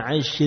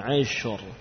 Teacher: ra-nya dibaca tebal karena ra itu sukun didahului harokat fathah · Shown in: second take · Ash, ashur, ya, bukan ashir, tapi ashur, tebal.